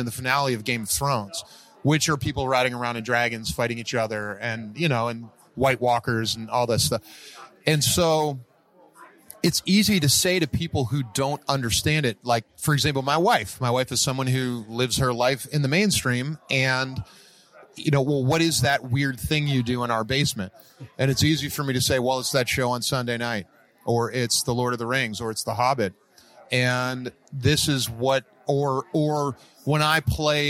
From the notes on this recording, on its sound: Sit down with The Game Table for a conversation at D&amp;D Live 2019. Sit down with The Game Table for a conversation at D&D Live 2019.